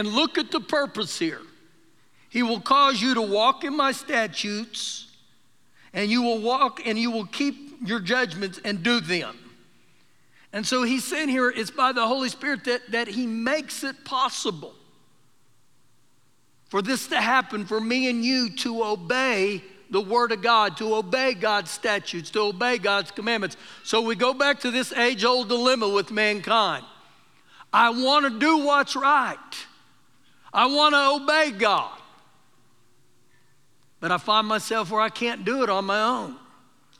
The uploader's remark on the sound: Recorded live during our Sunday morning service